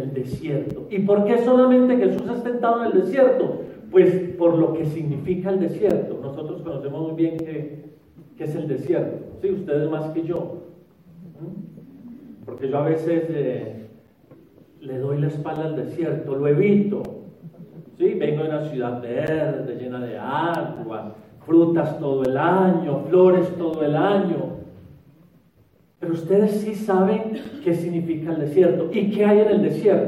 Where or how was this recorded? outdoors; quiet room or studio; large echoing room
large echoing room